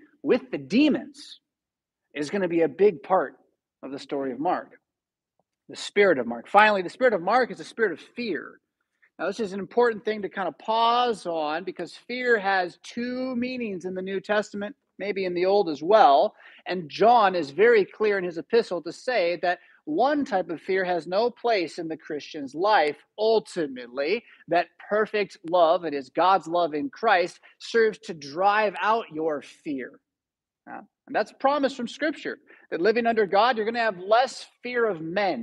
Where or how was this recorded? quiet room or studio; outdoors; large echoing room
large echoing room